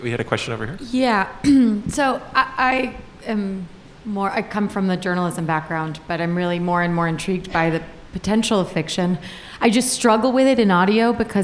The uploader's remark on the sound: The Truth was live at On Air Fest in March 2020, with a performance of “The Hilly Earth Society” followed by a Q&A.